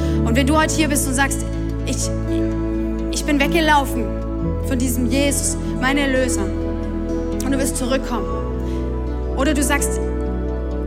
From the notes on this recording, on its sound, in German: Audiomitschnitt der Predigt